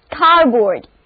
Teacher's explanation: 前面那个辅音就失去爆破，在这里就不发音了。另外组合 O-A-R 在这里因为重音在首音节上，发音轻化，读作整个单词就读作 Cardboard。跟我练习一遍 Cardboard。现在再来猜这个单词的意思。